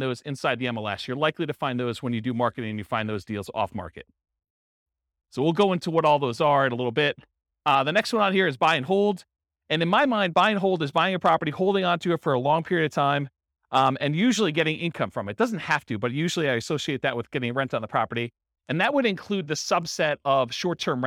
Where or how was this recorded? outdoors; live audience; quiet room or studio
live audience